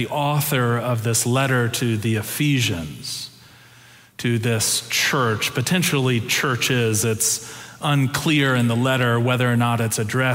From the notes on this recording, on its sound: Preached November 6, 2022 in our Sanctuary and MorningSong worship services.